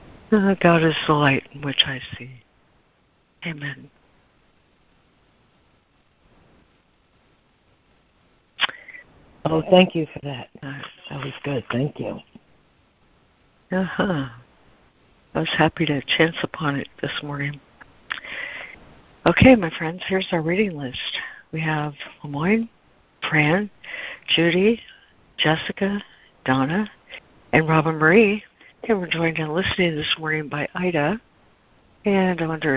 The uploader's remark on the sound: ACIM Daily Conference Call.